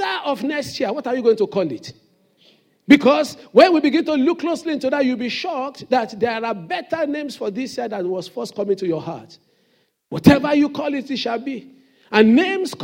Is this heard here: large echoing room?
yes